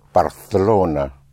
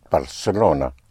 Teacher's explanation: the C in front of an E or I is pronounced like a TH in English · Shown in: first take · Term: Castilian Spanish